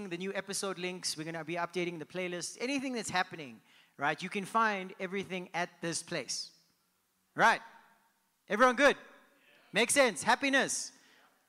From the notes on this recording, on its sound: Host a round table discussion to consolidate the sermons in this series and take questions and comments from the live audience.